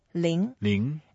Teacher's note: It's a second tone, so we go up a little bit.